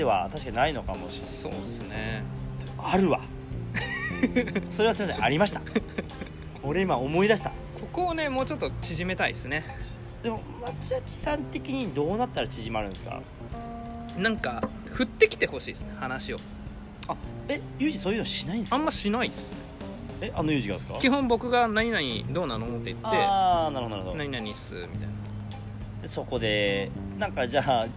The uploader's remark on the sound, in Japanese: Anchor epic屋上収録 2020/06/15。